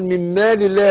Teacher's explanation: الميم مرققة والألف تتبع ما قبلها تفخيما وترقيقا